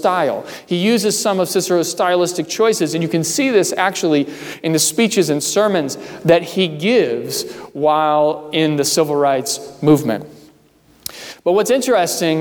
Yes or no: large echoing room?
yes